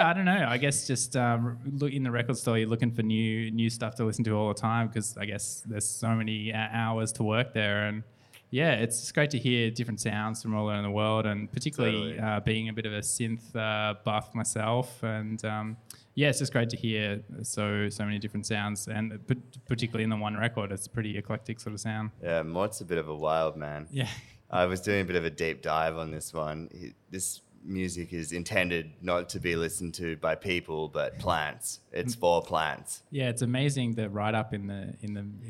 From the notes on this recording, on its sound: Live from Lulie Tavern